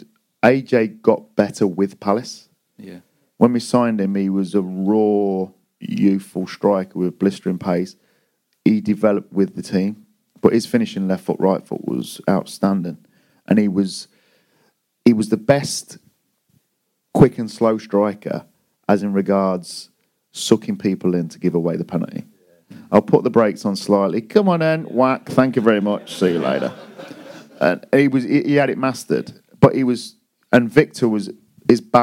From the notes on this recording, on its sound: We are back on stage at a sold out Streatham Space Project.